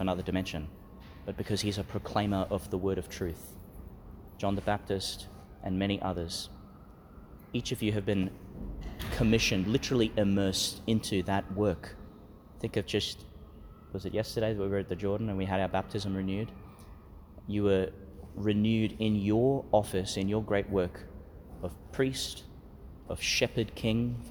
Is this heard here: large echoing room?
yes